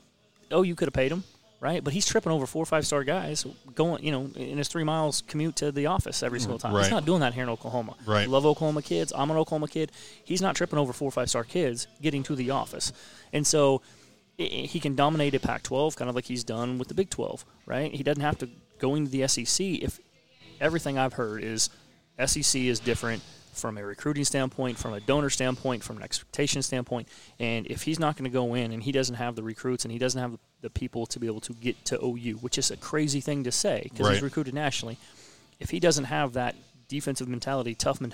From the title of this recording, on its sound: LIVE at C J Moloney's